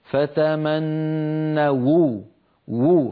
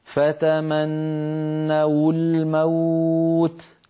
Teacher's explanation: هذه فتمنوا أصلها فتمنوا بواو الجماعة آخرها واو ساكنة، لكن لما التقت مع كلمة الموت وأول كلمة الموت لام ساكنة فالتقى في النطق ساكنان واو الجماعة ولام التعريف فتمنوا الموت. كانت العرب في مثل هذا الموضع تتخلص من التقاء الساكنين بضم الواو هكذا فتمنوا وو، فينطقون واو مضمومة وفي الوصل تكون هكذا فتمنوا الموت.